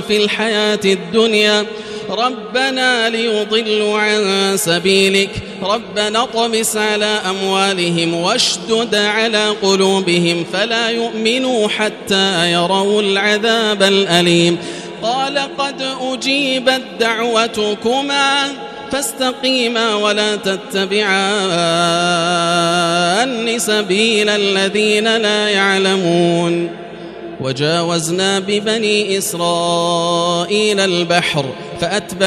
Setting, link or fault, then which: setting, large echoing room